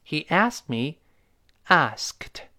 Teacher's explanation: 当然读快之后那个 kt 几乎都听不到了。从 ask 那个 k 开始就失去爆破了。